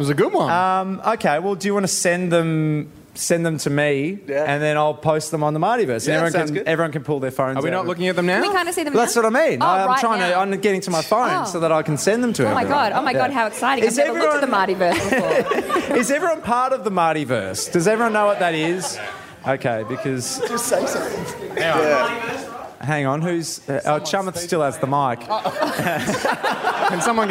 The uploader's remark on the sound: It was the live event of the year. The Producer's Podcast LIVE from Bell's Hotel in South Melbourne.